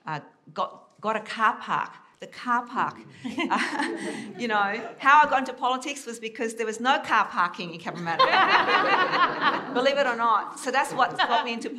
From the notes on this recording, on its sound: This event was recorded live at the Sydney Opera House.